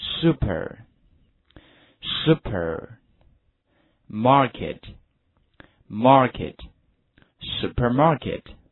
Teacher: 词 thriftThrift. Okay, good. Next word,下一个单词，我们的超市这个单词。超市这个单词的话，一定要有个滑音，特别是在 super 这个地方，像做那个滑梯一样，从高处滑到低处。